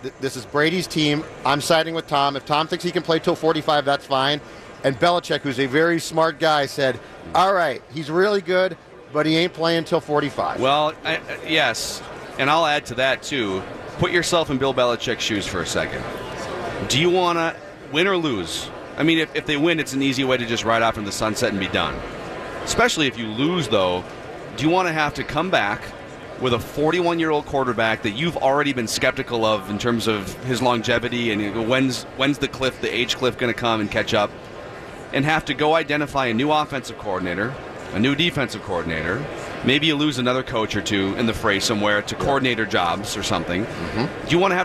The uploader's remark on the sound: live from Radio Row